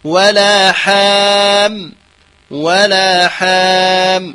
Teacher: بالترقيق الحاء مع الألف، لا أقول ولا حام ولا حام، كثير كذا يفخم الألف